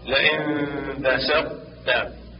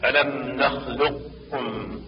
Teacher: والوجه الثاني إدغامه كاملا بكاف خالصة ألم نخلقكم. ويلاحظ نطق الطاء عند التاء والقاف عند الكاف دون قلقلة، بل يبدأ بالطاء ثم التاء والقاف ثم الكاف من دون فصل بين الحرفين في المثالين الأخيرين. · Term: الإدغام الناقص